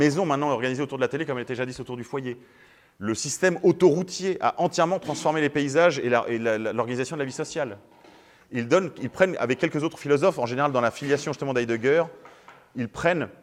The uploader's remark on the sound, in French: Conférence donnée à l'université d'été catholique Academia Christiana lors du colloque "l'identité contre la nouvelle tour de Babel". À Sées - Normandie.